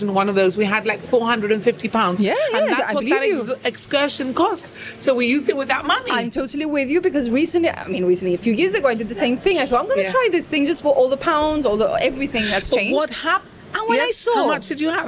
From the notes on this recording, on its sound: The recording was on the patio of The Eatalian which explains the traffic noise!